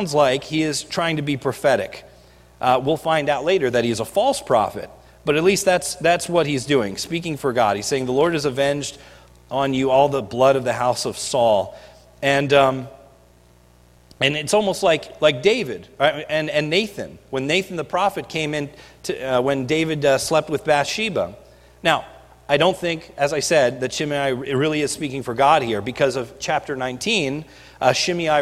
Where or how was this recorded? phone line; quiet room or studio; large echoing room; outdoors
large echoing room